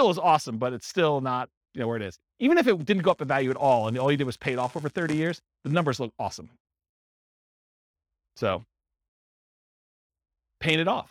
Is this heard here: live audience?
yes